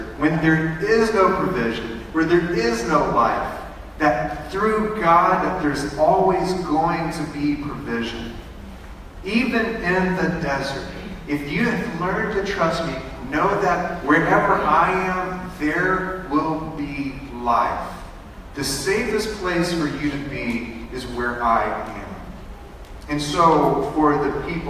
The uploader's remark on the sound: Sorry for the bad audio quality.